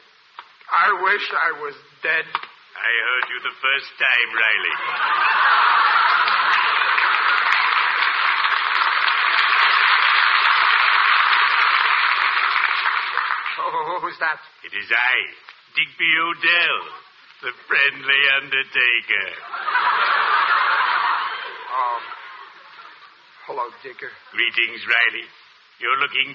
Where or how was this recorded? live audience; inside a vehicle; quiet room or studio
live audience